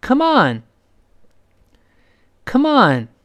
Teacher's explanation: 这个时候重音在 on 上面，come，轻，on，重